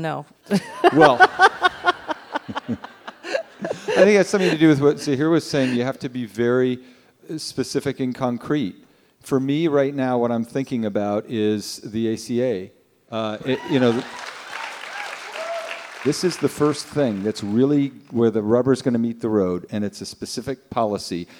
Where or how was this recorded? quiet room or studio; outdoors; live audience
live audience